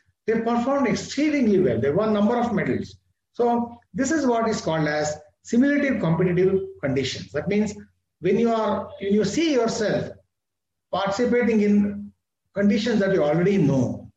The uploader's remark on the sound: This is audio recording of my webinar